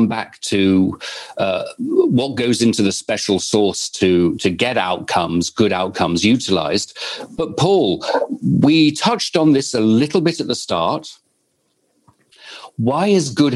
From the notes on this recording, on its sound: This is a recording of webinar discussion. Brought to you by the Bay Area Global Health Alliance, with Co-creation Hub, Mastercard and Zenysis Technologies, as part of Resonance's Inclusive Innovation Exchange.